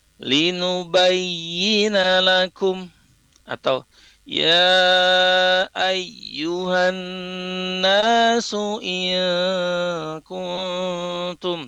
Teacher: huruf ya yang bertasdid itu harus ada penekanan ya, namanya nabar ya.